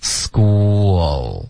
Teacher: school 这个 k 会浊化为一个歌音，school，结尾呢嘴唇会放松，school。然后从这个舌尖顶上颚，不要再动嘴唇了。OK，就是结尾不要嘟嘴。OK，school 中间会嘟嘴，然后放松。School，结尾的 L 音千万不要动嘴唇 OK、嗯、很多的学生就发 school 这学校单词我们练过也不只是第一遍了、嗯、 yeah,然后还是很多的人会发错、啊、还是尽心尽力的为很多新同学讲解了每一个单词 yeah 但是这句话呢也不是有很多的陷阱什么的对不算难啊，开头的 apparently 结尾的 school 大家多注意一下就行了一头一尾注意一下、嗯、我们来读、嗯、 apparently you